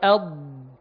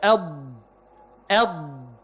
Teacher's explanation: بحس إن اللسان رجع ويعني ارتطم بأضراس وطلع لحد قدام لحد مخرج اللام · Term: الضاد الساكنة